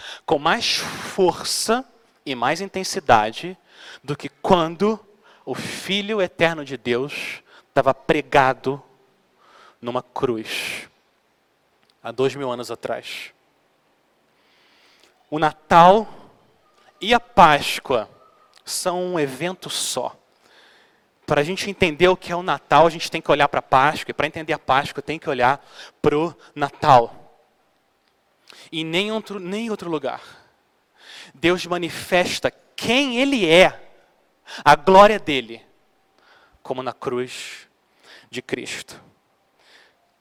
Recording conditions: large echoing room